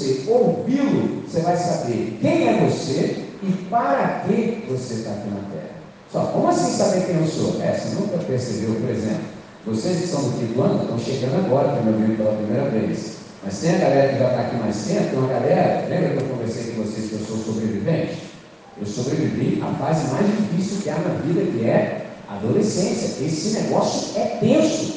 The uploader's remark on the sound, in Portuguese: Gravado em 17 de Novembro de 2023 na entrega de medalhas dis Jogos Estudantis com os estudantes do 5°, 6º, 7º, 8º, 9° e Ensino Médio do Colégio Batista Brasil, Unidade Volta Redonda, RJ.